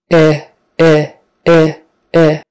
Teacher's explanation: With the eh, my tongue is kind of down at the bottom. · Term: short I